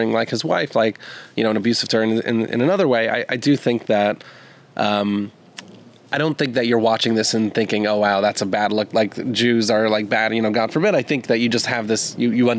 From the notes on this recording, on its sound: head outdoors for a special in-person recording